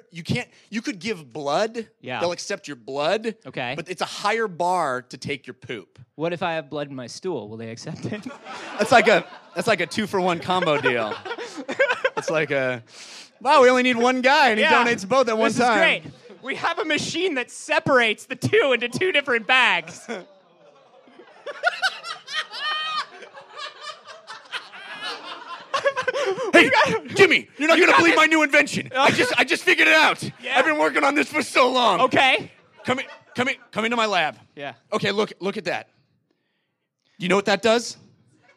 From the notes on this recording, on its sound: LIVE Episode 100 from the NerdMelt Showroom. Recorded in front of a live audience at the Nerdmelt Showroom in Los Angeles!